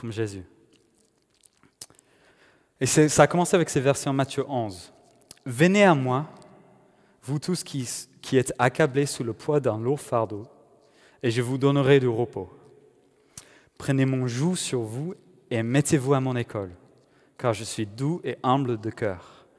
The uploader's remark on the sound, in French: Enregistré à l'église CVV, le 31/01/2021